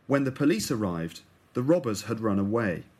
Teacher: the little words like had are said very quickly · Term: weak forms